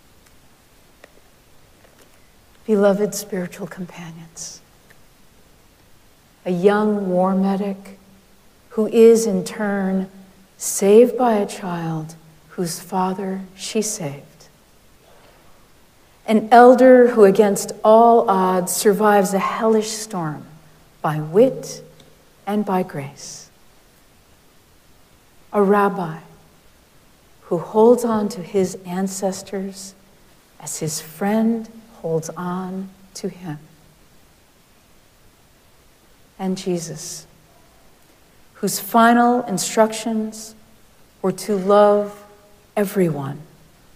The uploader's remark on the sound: Recorded live at Arlington Street Church.